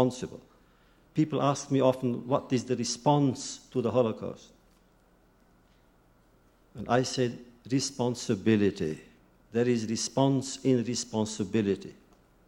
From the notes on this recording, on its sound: In this video podcast, recorded at the Academy of Achievement's 1996 Summit in Sun Valley, Idaho.